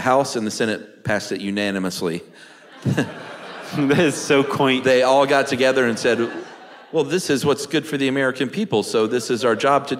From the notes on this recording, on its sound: special live benefit episode recorded in Atlanta